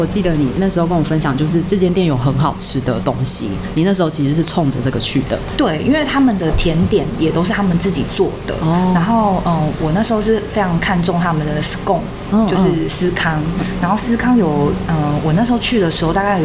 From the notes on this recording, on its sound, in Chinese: 本集白噪音指數：蚊風級 1/5。錄音地點： Tenshima 天島咖啡。